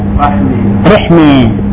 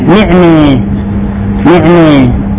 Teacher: تمال الفتحة قبل الهاء، قبل هاء المؤنث في حالة الواقع، مثل رحمة ونعمة · Term: إمالة الفتحة نحو الكسرة